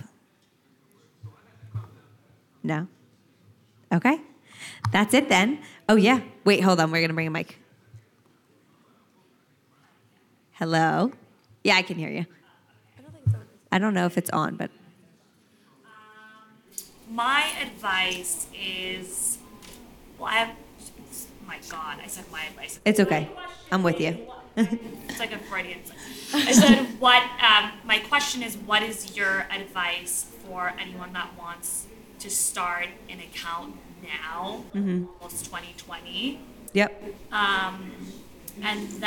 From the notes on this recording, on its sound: This episode was recorded in front of an audience at the Samsung’s 837 building in the Meatpacking District.